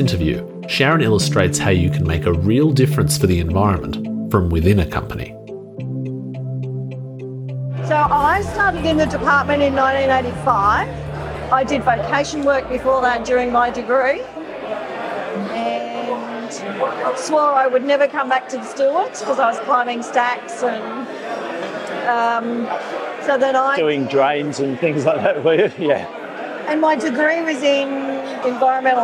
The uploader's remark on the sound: Serving as a wonderful background in the audio, you'll hear attendees socialising at the department's anniversary dinner, which was held at the Inside Industry Visitor Centre.